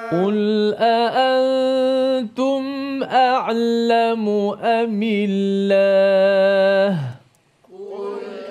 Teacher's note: pastikan dua-dua hamzah tu dijelaskan, dizahirkan, ditahqiqkan